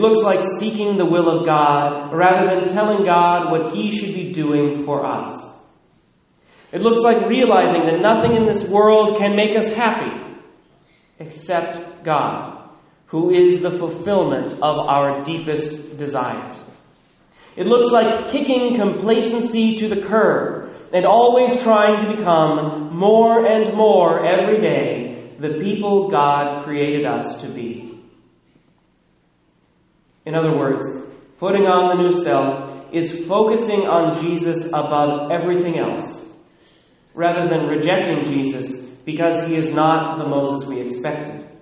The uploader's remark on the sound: Recorded at Immaculate Heart of Mary, Sedro-Woolley